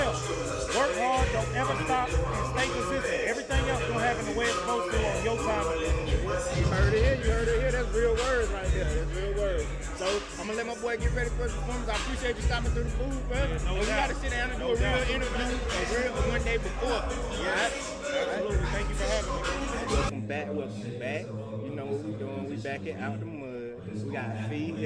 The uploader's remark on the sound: live from the OutDaMud event in Charlotte, NC